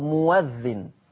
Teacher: الهمزة لما تيجي مفتوحة هتتقلب واو مفتوحة بشرط إن يكون قبلها حرف مضموم